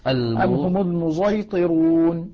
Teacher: ليست صادا ولا زايا صاد مشرب زاي · Term: إشمام الصاد زايا